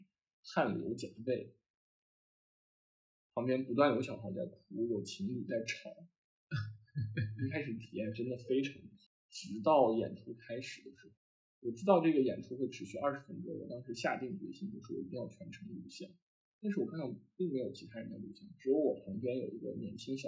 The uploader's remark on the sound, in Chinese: 新手主播第一次录节目，音质略有瑕疵，还请见谅。